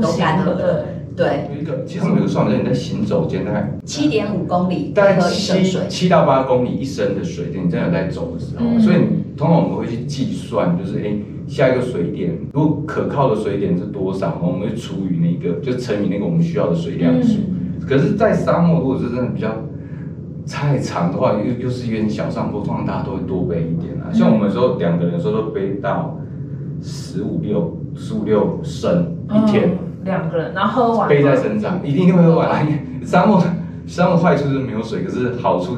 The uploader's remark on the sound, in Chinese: 收音見諒。小編還跟新設備不熟悉，有些許收音問題，煩請見諒。